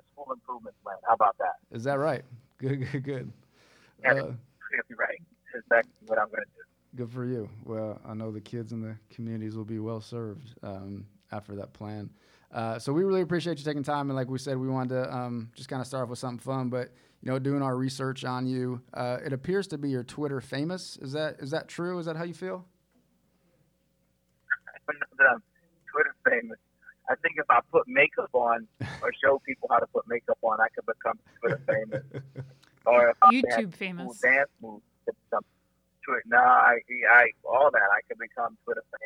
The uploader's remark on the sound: There are times when the audio is challenging to hear as we recorded this interview via phone